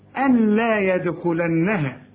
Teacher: نون ساكنة وبعدها لام مفيش غنة فيها، تقول إيه؟ أن لا يدخلنها، أن لا، وكأن النون غير موجودة، أقول لك أشبك الهمزة مع اللام، أن لا يدخلنها. · Term: إدغام كامل بدون غنة